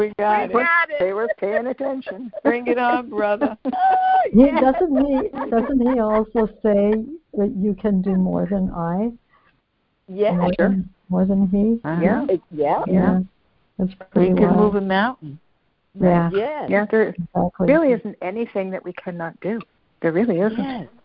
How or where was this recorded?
phone line